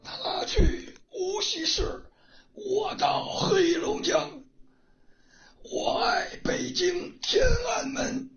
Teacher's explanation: 我们听的是一个非常重的一个声音，嘶哑的声音，而且呢它几乎是震动不出来的，就是说这个发声体啊基本上没有震动的声音了。他说的是我们标准的这个检测语句，嗯，就是他到无锡市，我去黑龙江。他到无锡市，是我去黑龙江。我爱北京天安门。我爱北京天安门。对。为什么要说这句话？病人来的时候，他的发音呢，我们又会做一系列检查。这句话呢，它对我们检测的元音